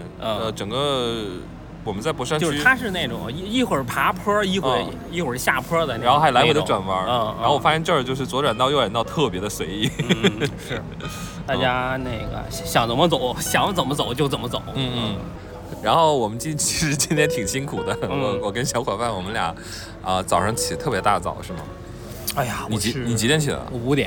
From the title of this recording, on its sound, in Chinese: 在淄博博山区的现场报道